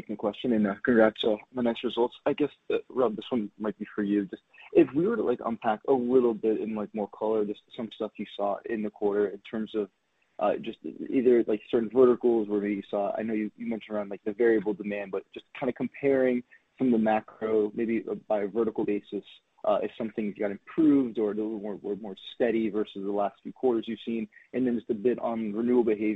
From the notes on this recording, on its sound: Earnings Conference Call